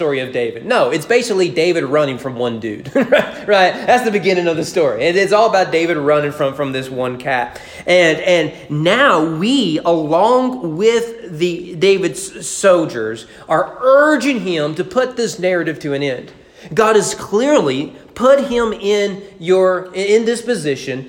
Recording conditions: large echoing room